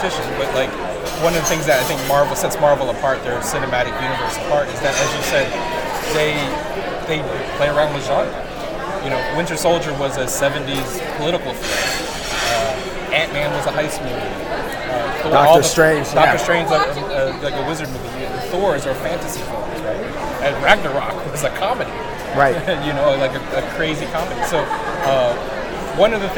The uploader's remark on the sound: San Diego Comic-Con. Over lunch during the convention.